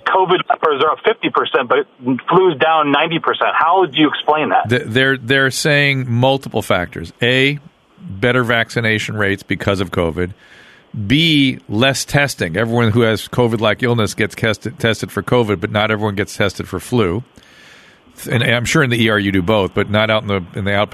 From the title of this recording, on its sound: Listener Phone Calls